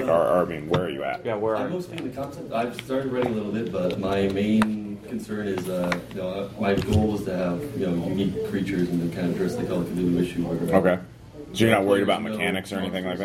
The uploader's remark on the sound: Indie Design the Chicken Salad Way at Gen Con 2015.